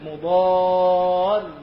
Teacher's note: الراء المشددة عبارة عن راءين، راء ساكنة ومتحركة